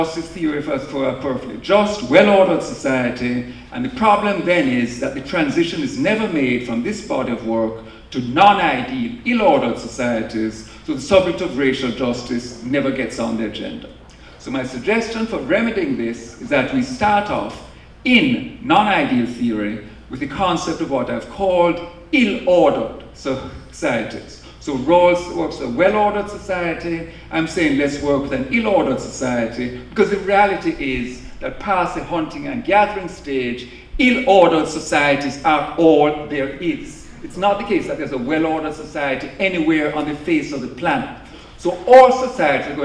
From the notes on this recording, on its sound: In this lecture from The Night of Philosophy in 2019 on October 06 at 01:00 am at the New School for Social Research in New York City.